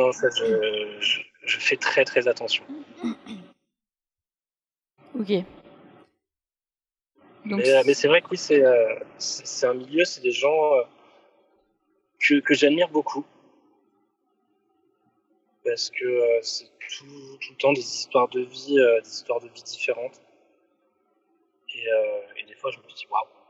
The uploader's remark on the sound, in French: l’enregistrement ayant été fait à distance, il y a un léger écho je m’en excuse.